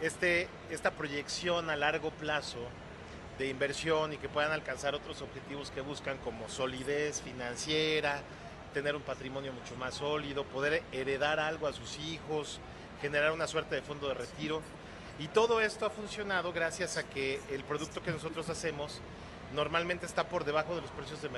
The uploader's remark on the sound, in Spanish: En vivo desde el Auto Show Imagen Puebla 2023